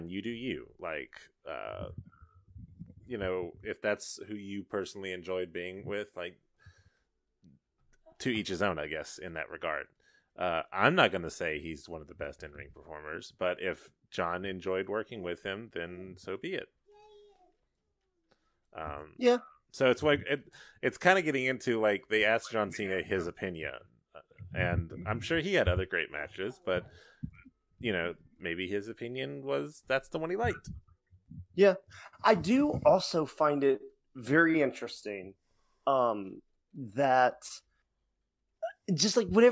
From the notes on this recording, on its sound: SORRY FOR QUALITY IN THIS ONE, WE APPARENTLY HAD SOME REAL BAD CONNECTION/WEATHER